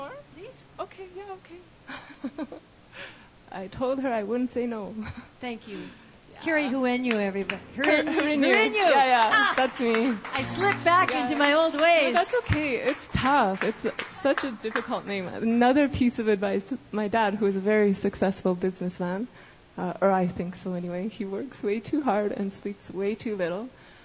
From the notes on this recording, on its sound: Sunday Night Songwriter's Stage. Summertime festival season is upon us as witnessed by the small but appreciative crowd that gathered today.